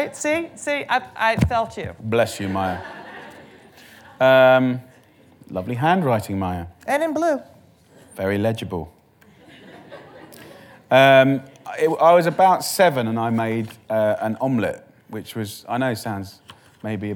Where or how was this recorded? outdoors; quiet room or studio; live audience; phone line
live audience